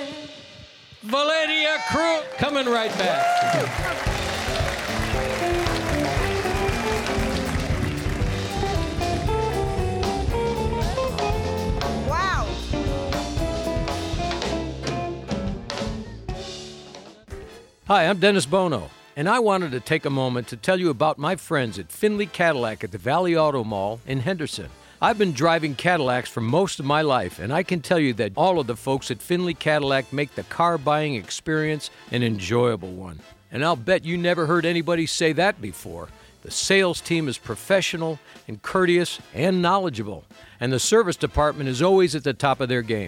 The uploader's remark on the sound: Live at the South Point Casino.